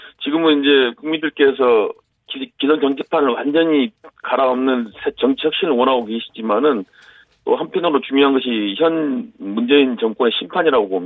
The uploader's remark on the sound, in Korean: 전화연결